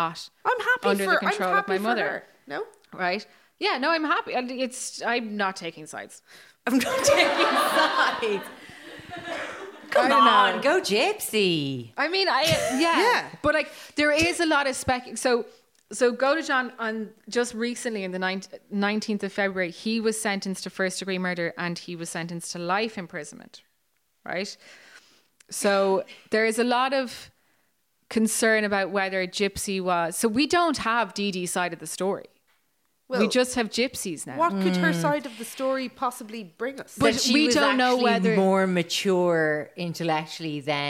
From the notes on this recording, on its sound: We did another live show!